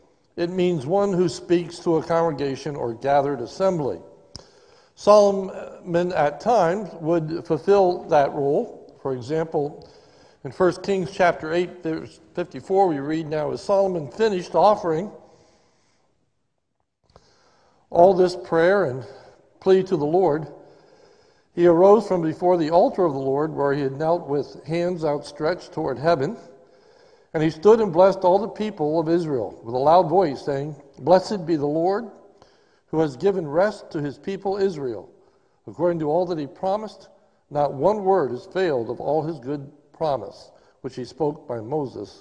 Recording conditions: large echoing room